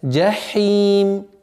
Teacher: после джима очень легко уходит звук ха в звук га, нужно обращать внимание, чтобы фрикативности больше было